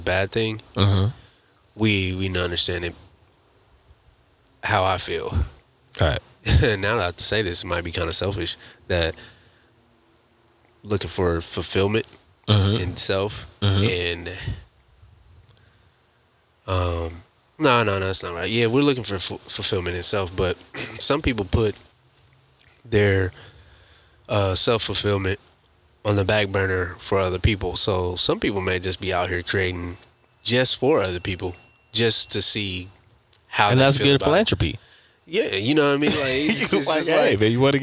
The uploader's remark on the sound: Take the conversation outside literally. Their special guest from the outdoors.